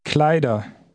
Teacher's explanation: Notice the pronunciation of the ER ending. The R is just suggested, not pronounced very clearly.